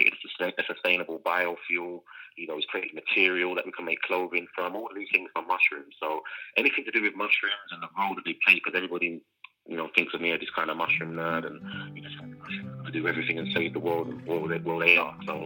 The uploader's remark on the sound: joined live on the line from Amsterdam